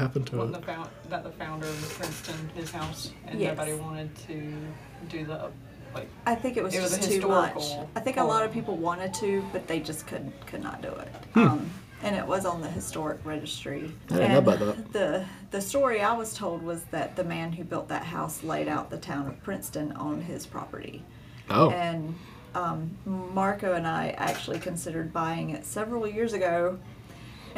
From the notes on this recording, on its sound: In our recording you will hear a few members of our community who were in fellowship, gathering next door in our community center. How fitting that our background noise in our very first episode was the community we hope to serve!